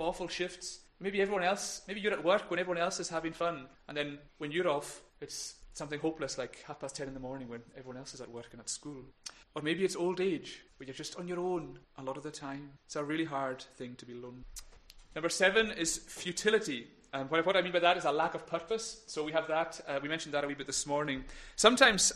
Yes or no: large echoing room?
yes